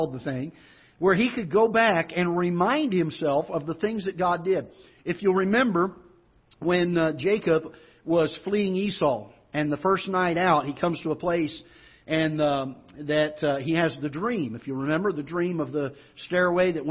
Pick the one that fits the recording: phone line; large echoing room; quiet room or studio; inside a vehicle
large echoing room